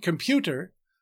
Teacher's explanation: In the word computer, the heavier stress is on the middle syllable.